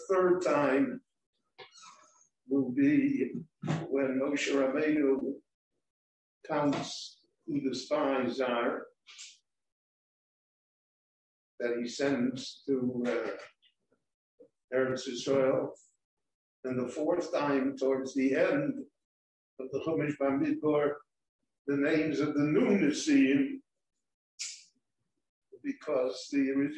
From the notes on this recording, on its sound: This short Dvar torah was recorded LIVE in Jerusalem at Beit Knesset HaNassi on May 10, 2021.